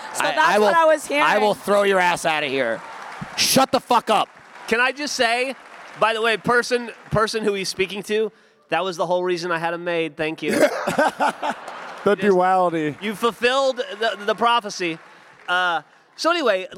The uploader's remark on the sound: Coming to you LIVE from RTX 2022.